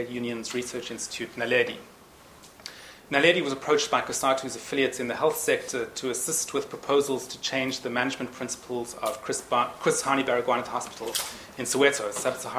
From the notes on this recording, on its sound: Annual lecture held on 11th June 2010, Nissan Lecture Theatre, St Antony's College, Oxford University.